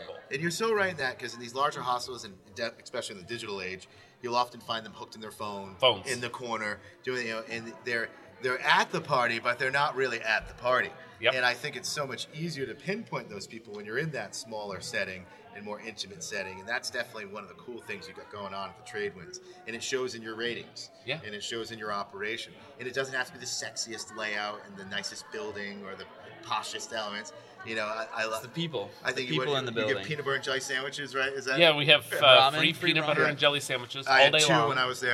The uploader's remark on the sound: At The American Hostel Conference